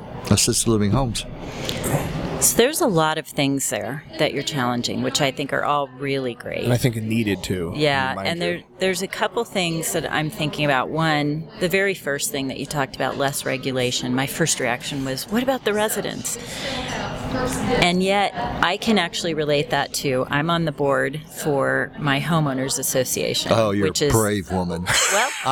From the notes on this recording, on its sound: This episode is brought to you from Colorado Assisted Living Association's Fall Conference 2019.